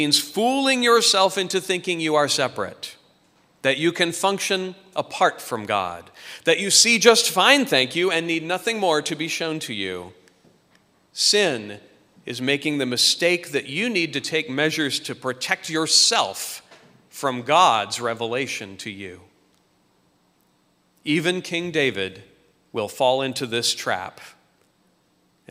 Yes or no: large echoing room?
yes